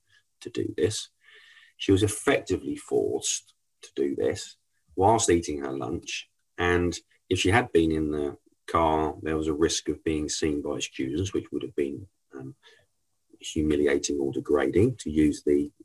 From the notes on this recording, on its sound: Our latest episode features the recording from our webinar last month